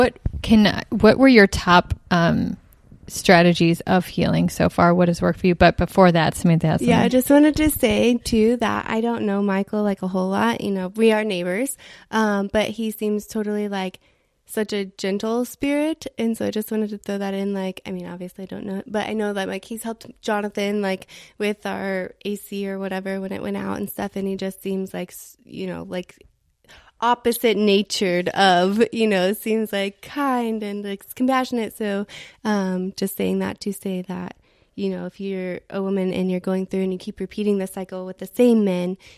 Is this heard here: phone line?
no